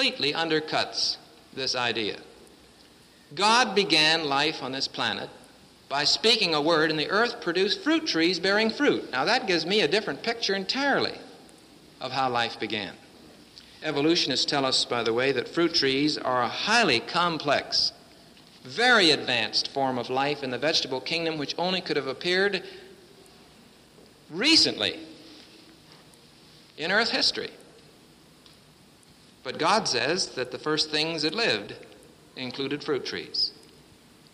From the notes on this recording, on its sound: presented at Winona Lake Bible Conference 1966.